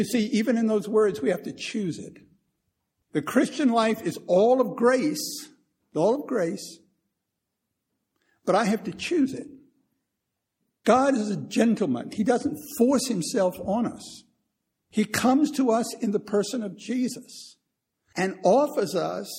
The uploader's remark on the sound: Recorded 1/11/2015 at Christ Church Anglican